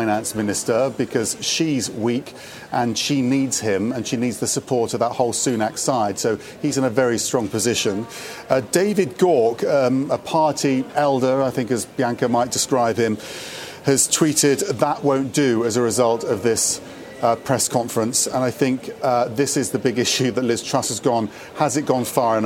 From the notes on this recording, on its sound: Today's action-packed show comes to you live from the International Monetary Fund meeting in New York.